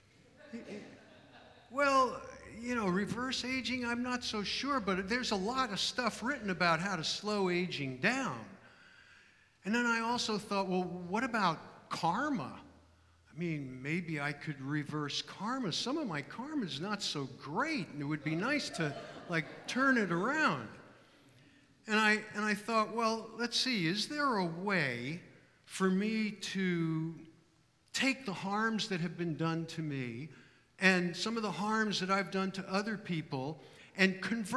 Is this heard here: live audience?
yes